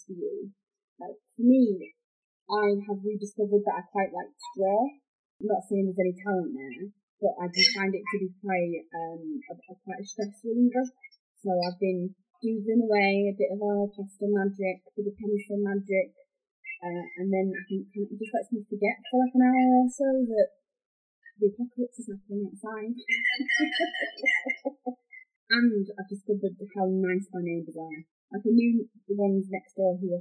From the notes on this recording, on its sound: Warning - the audio isn't the best on this one. We did our first remote recording and didn't pick the best method.